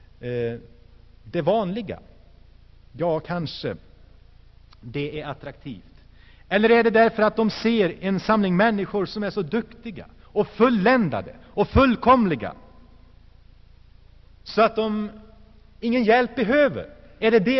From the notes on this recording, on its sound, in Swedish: Inspelad i Saronkyrkan, Göteborg 1984-12-16.